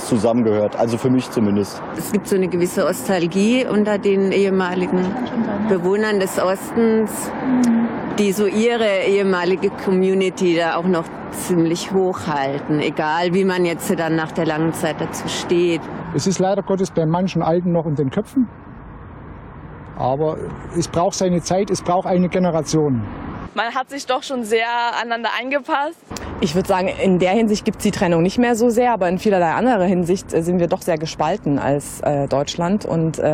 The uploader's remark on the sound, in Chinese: 发自2020德国统一日当天的庆祝活动现场。